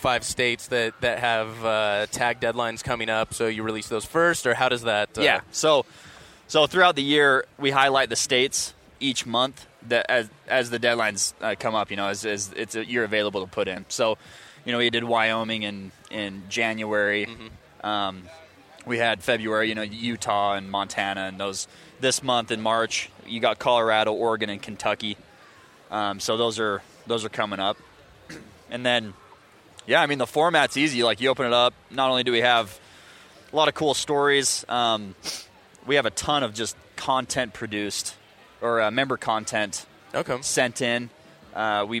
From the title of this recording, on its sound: at the International Sportsman's Expo